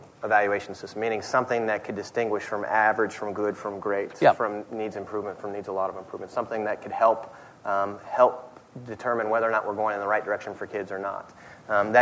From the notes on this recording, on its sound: at The Texas Tribune Festival